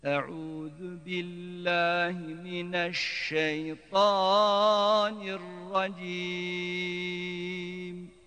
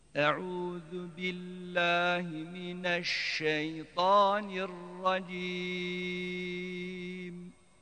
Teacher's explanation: Ta hecesini fazla çekiyor. · Shown in: first take